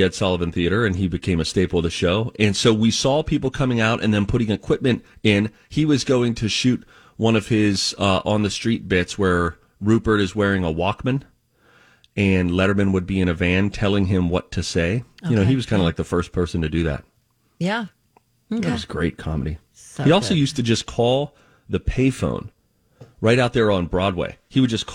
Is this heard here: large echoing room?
no